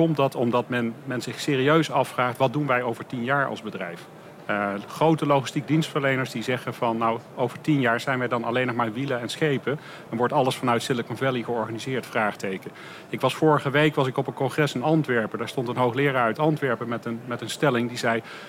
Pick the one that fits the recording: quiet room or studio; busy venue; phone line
busy venue